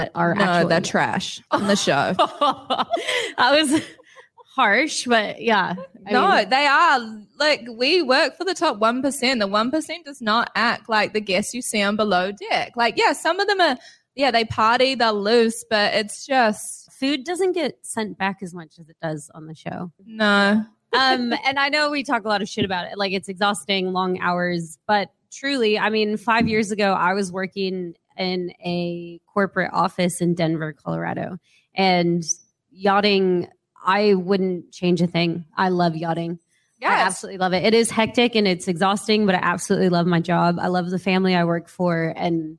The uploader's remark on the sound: Season 3 kicks off with our "Total Ship Show LIVE" from Hail Varsity Club in Omaha, Nebraska.